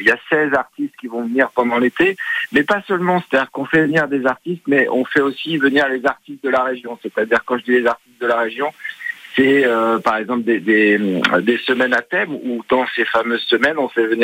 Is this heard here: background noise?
no